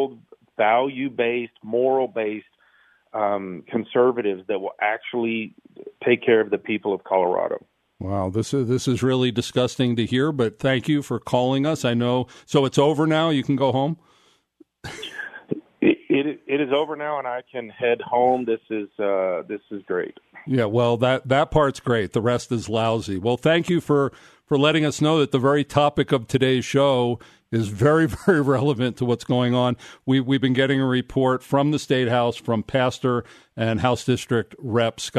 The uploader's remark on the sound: called in from the State House up in Denver